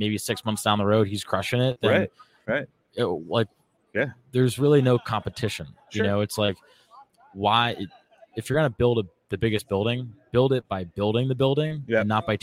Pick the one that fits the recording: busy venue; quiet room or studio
busy venue